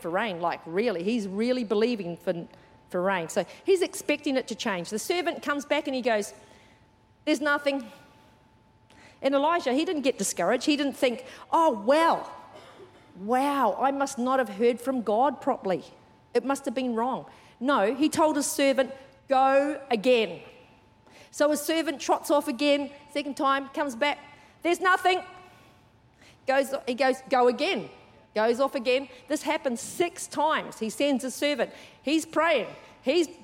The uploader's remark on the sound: Recorded during our 9am service on Sunday, the 7th of January 2024. C3 Powerhouse.